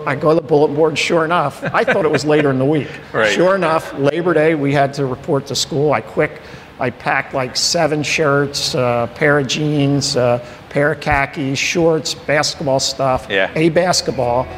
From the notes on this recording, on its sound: recorded in front of a live studio audience